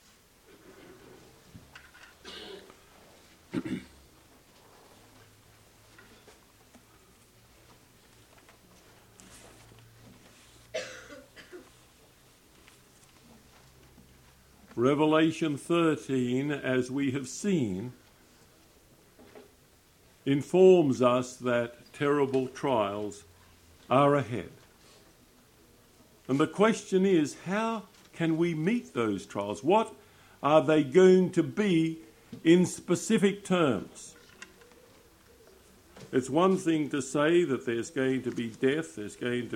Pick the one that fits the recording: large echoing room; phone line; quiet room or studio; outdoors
large echoing room